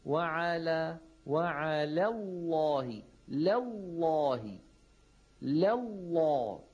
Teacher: لام على بتبقى رقيقة ولام لفظ الجلالة بتبقى مفخمة